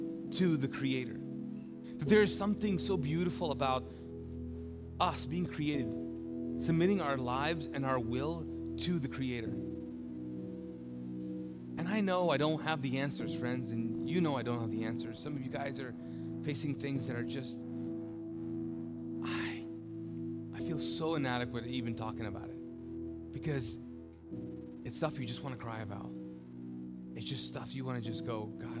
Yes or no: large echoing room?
yes